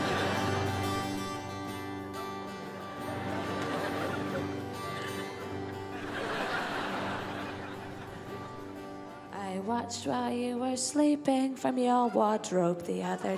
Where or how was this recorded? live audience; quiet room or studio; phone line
live audience